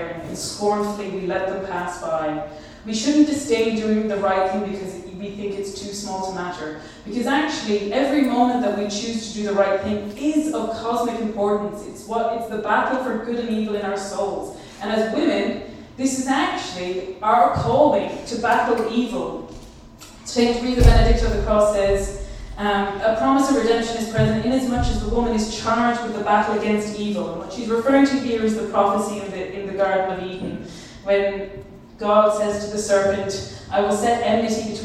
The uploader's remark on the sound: Youth 2000 Talk. This bonus episode is the recording of a talk I gave over this summer for the Youth 2000 summer festival on Catholic womanhood.